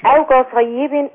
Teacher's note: او كصيب، او هنا الحروف هنا مرققة، الهمزة مرققة محققة، والواو هنا مرققة، كصيب الصاد الكاف مرققة والصاد مفخمة، والياء برضو مرققة، كطيب.